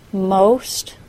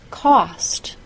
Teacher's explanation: The letter O in most is a long O sound, O, and the letter O in cost is an A-W sound, aw.